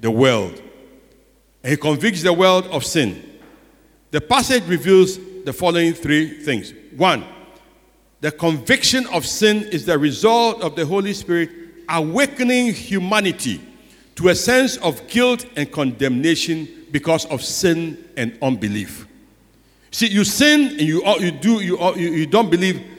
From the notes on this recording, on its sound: Sermon preached at CBC Shiashie Campus on July 11, 2021